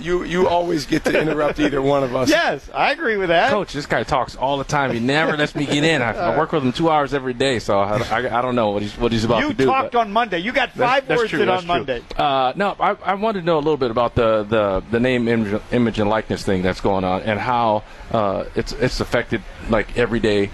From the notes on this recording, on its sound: broadcast LIVE from the Marquette Athletic picnic